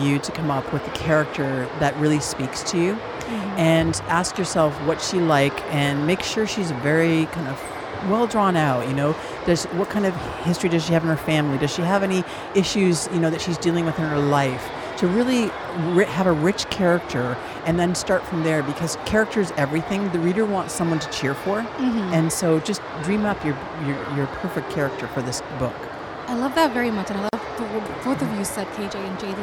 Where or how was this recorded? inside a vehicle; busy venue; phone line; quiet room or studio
busy venue